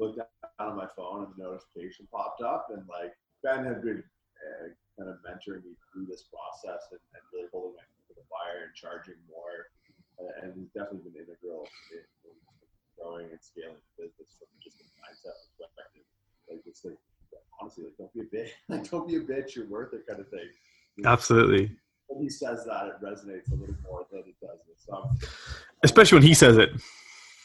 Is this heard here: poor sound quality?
yes